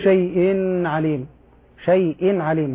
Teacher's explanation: إذا أتى بعد التنوين حرف العين كان حكم التنوين الإظهار. لا أقول شيء عليم، شيء عليم هذا إظهار.